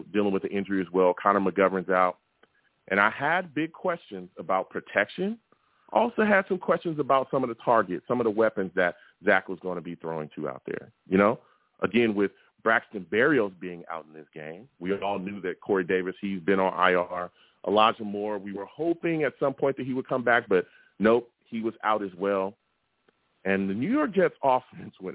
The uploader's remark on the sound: Tonight live at 7pm eastern. I’ll also take live callers!